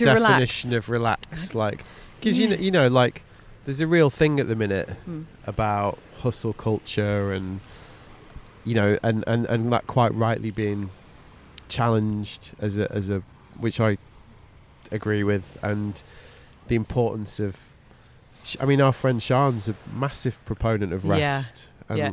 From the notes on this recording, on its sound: We recorded this one on Brighton beach in mid May